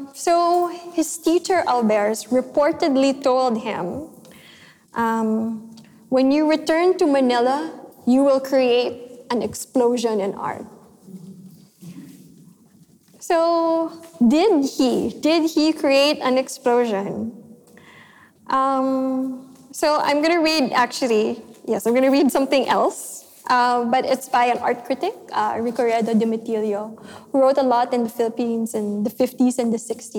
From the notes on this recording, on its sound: This session was recorded live in May 2018 at National Gallery Singapore .